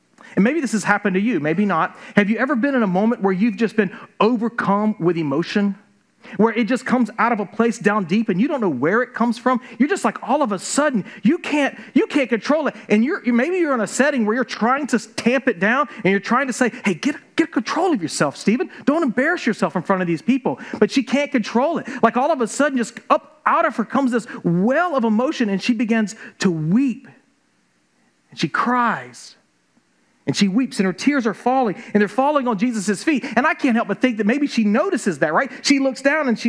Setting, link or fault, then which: setting, large echoing room